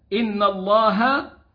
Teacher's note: فإن جاءت مرفوعة الله أو منصوبة إن الله فإنها تأتي مفخمة